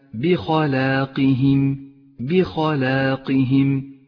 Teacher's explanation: حرف الباء مرقق وبعده حرف مفخم هو الخاء، بعد ذلك حرف مرقق هو اللام، ثم بعد ذلك الألف المرققة التي تبعت اللام في الترقيق والتفخيم والتي ترمز هنا إلى المد الطبيعي.